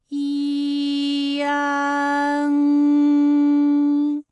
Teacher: 舌尖迅速移到上齿龈，最后抵住上齿龈，做出发鼻音呢的状态 · 从前高不圆唇元音一开始，舌位向前低元音啊的方向滑降